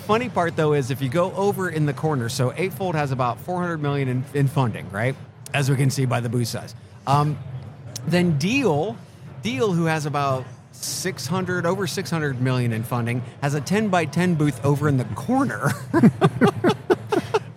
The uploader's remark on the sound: Live at the HR tech 2022 conference.